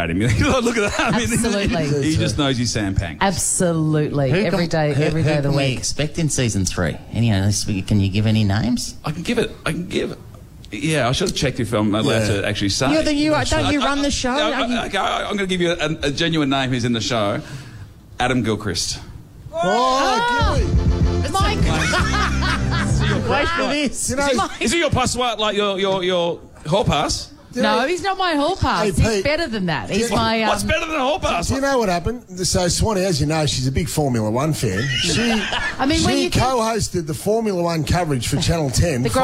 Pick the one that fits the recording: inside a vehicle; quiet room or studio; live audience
live audience